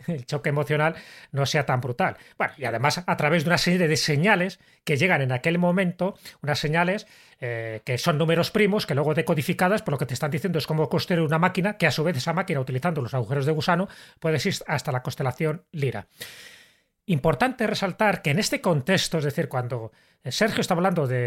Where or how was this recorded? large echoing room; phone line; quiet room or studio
quiet room or studio